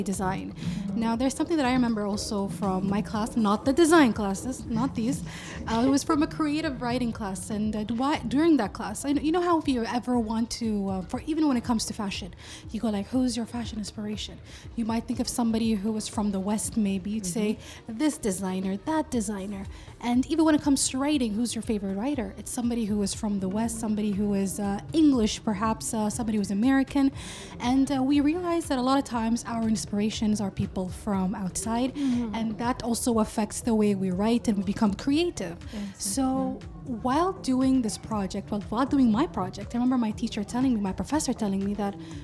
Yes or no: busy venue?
yes